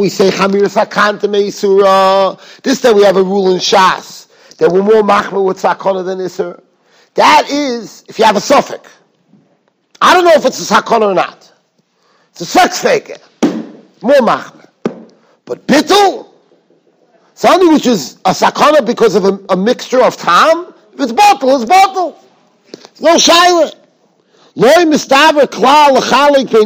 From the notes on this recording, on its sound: Shiur recorded in Yeshivas Ohr Reuven, Monsey, NY.